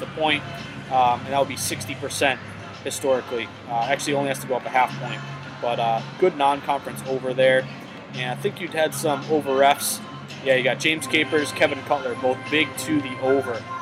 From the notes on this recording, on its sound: comes to you live from the Tropicana Casino in Atlantic City